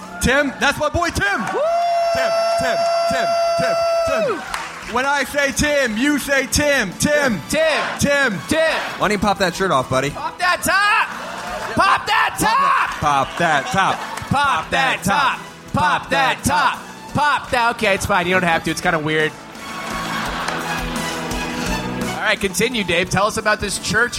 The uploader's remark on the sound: Live at SXSW. Live from Austin, Texas.